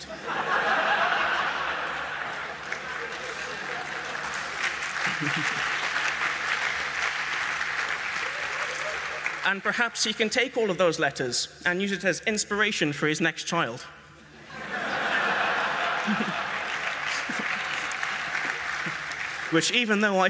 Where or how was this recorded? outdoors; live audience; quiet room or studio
live audience